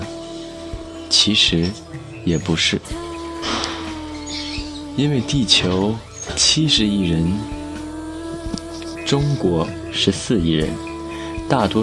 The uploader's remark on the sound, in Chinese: 边走边聊着